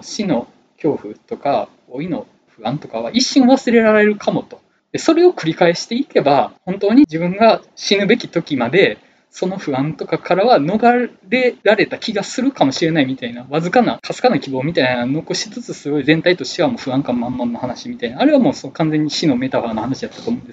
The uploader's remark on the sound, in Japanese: 録音環境の問題で低音質です。